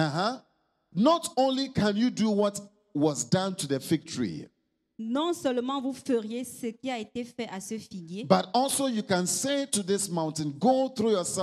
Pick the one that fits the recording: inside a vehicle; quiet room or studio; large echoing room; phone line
large echoing room